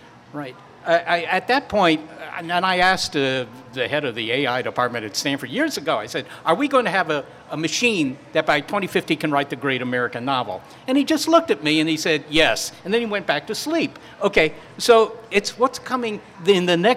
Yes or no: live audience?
yes